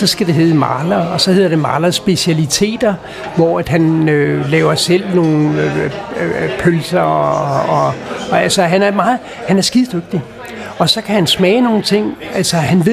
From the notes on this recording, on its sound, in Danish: Optaget på Axelborg Bodega, København